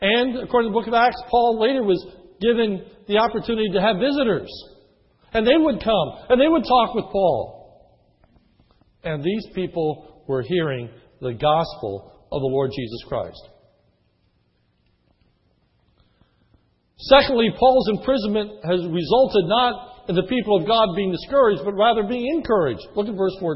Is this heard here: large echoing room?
yes